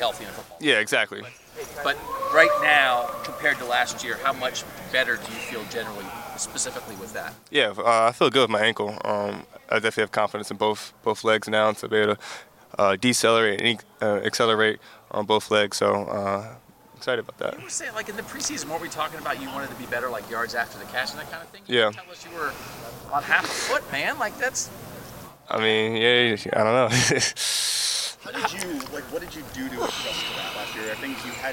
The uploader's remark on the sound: Uncut audio primarily from Ohio State press conferences, but also from individual interview sessions. We are bringing you unedited audio from player availability sessions.